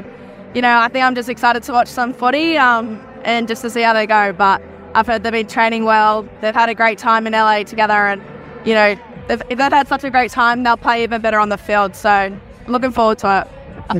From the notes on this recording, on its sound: live from the Golden State Warriors vs Denver Nuggets NBA game